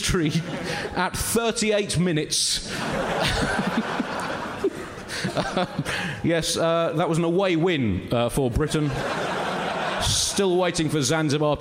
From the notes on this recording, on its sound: Recorded live at New Town Theatre in Edinburgh.